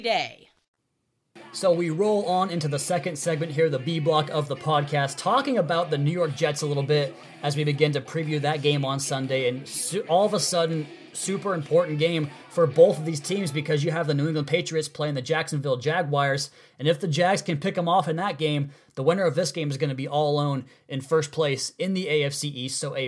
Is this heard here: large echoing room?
no